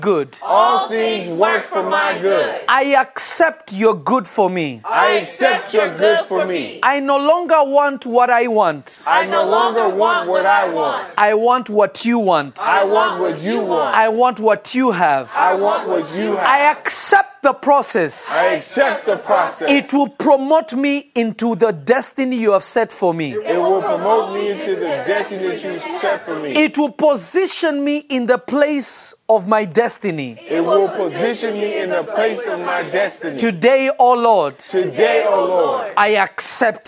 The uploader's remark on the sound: From Revelation Church in Simi Valley, CA. This message was recorded live on March 8, 2022.